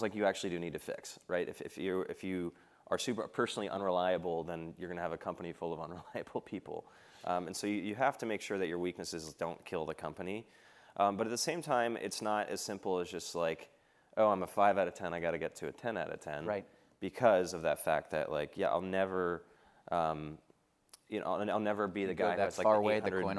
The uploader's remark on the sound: filmed at Goldman Sachs' Builders + Innovators Summit